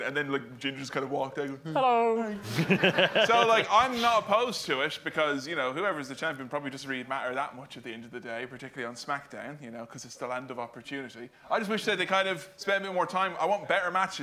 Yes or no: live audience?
yes